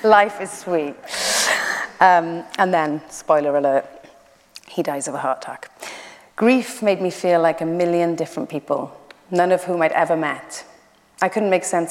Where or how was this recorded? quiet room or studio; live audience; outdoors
live audience